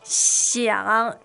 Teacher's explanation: The third tone is longer than the other three tones.